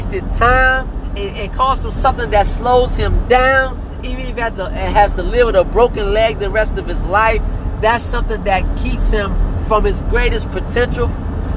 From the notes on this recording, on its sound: In the car